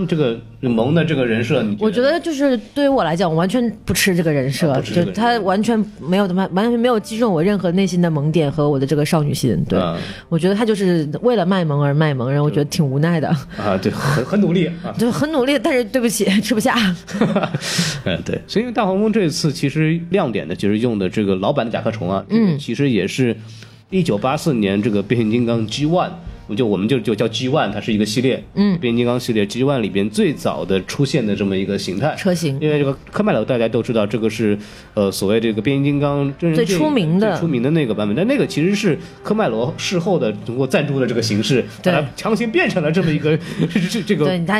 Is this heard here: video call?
no